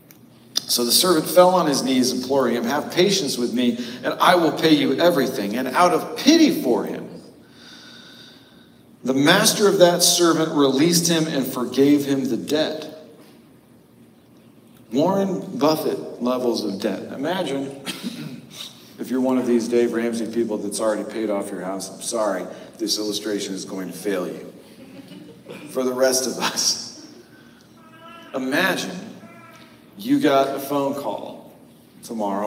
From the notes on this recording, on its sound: Note: The audio is pulled from our live stream this week due to an error with our recording. Apologies for the cavernous echo.